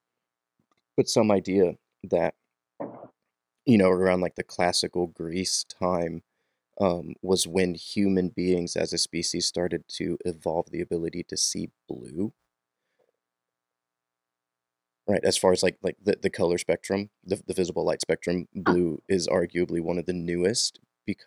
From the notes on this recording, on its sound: Internet connectivity was a bit sketchy during our recording, and I am still figuring out the mono rather than stereo of certain parts of our audio.